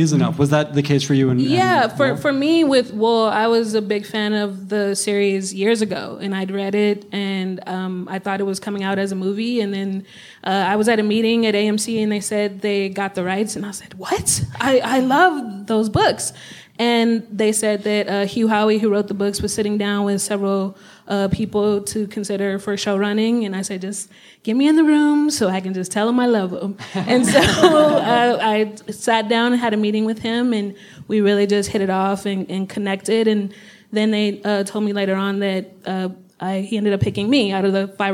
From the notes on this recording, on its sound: Live at Dynasty Typewriter in Los Angeles. Recorded Live at the Dynasty Typewriter Theater.